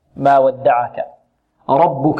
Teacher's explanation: الراء هنا مفخمة والباء مرققة